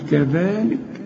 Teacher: طلع لسانك في الذال وبعد الذال في ألف كاملة علشان تقول كذلك.